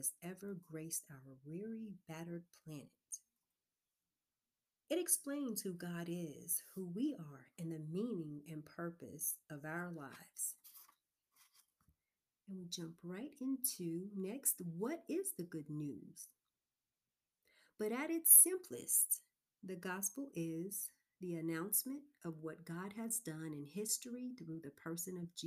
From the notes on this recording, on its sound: Due To Low Recording Session Headphones May Be Required In This Episode.